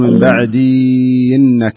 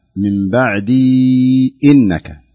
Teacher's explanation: انتبه للهمزة في قوله تعالى لا ينبغي لأحد من بعدي إنك، هنا في همزة محققة · Shown in: second take · ما تقول من بعدي إنك، لا من بعدي إنك.